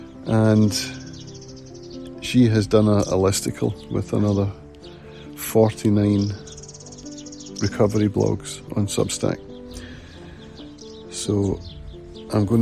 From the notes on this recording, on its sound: I recorded this in the field of gold when I was out walking Clover this morning.